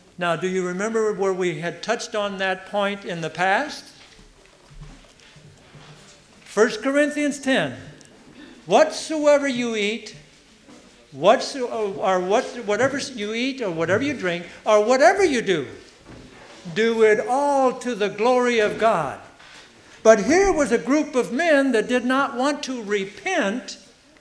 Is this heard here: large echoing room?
yes